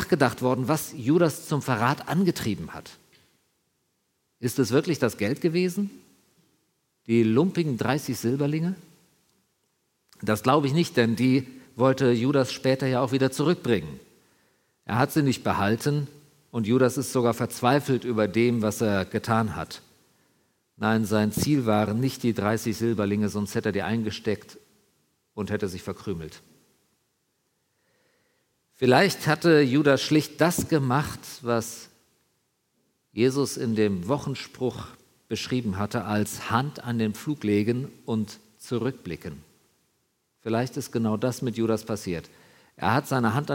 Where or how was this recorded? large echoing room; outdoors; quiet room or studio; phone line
large echoing room